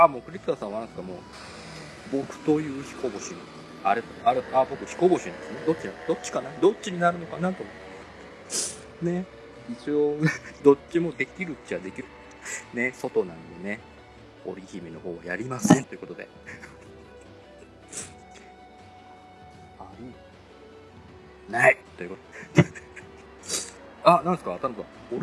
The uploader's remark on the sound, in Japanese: 復活のツイキャスです。諸都合で外での収録だったため、車の通る音なども聞こえますがご容赦ください。